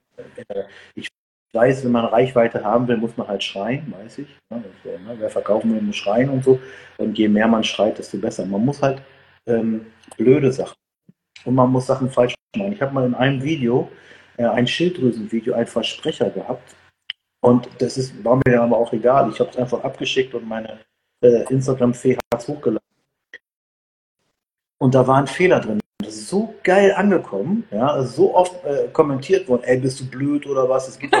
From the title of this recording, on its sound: Instagram Live Talk